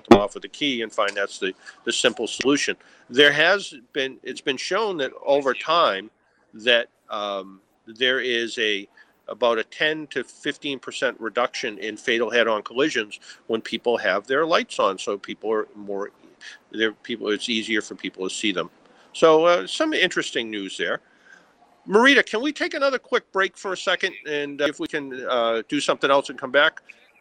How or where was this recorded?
busy venue